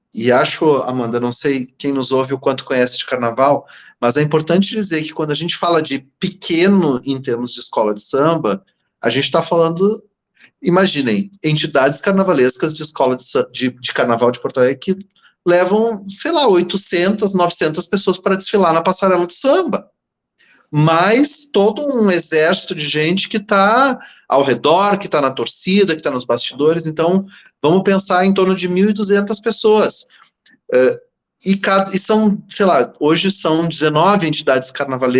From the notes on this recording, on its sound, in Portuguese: A gravação do episódio foi realizada remotamente, podendo acarretar interferências no áudio.